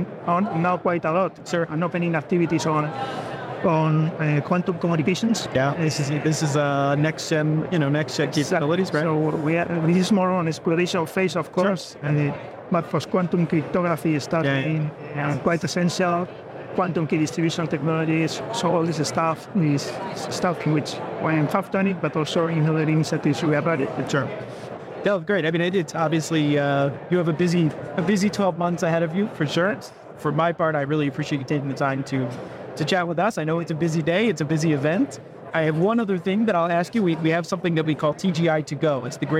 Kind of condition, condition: setting, busy venue